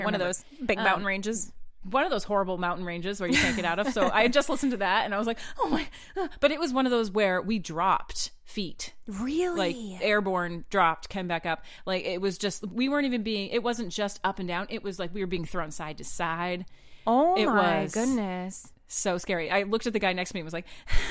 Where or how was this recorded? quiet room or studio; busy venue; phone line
quiet room or studio